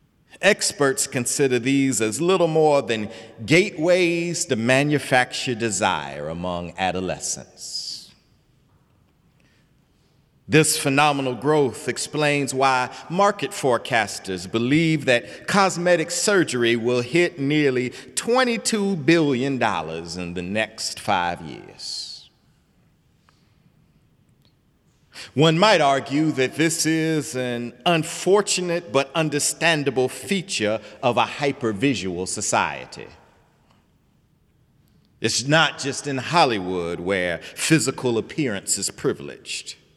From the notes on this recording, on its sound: Sunday sermon April 15, 2018 in the Memorial Church of Harvard University